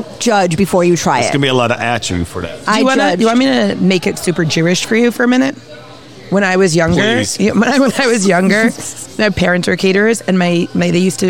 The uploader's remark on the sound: Recorded at Pizza District